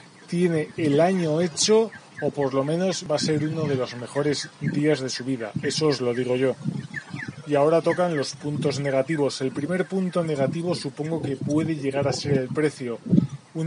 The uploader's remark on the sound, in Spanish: Hoy grabo en la calle con el Xiaomi Mi A1 para probar que tal la grabación aunque he grabado una noche con aire,supongo que aún tengo que calibrar mejor el programa de grabación.